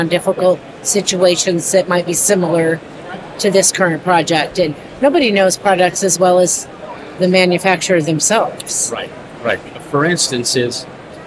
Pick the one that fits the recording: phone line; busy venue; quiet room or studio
busy venue